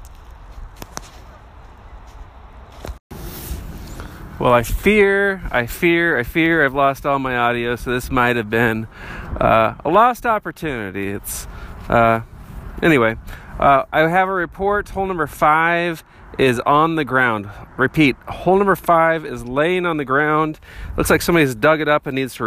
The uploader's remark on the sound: Walking through the mud at English Landing DGC in Parkville, MO